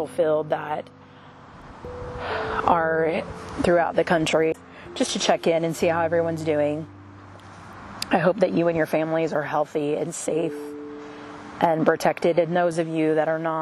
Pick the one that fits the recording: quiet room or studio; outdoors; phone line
outdoors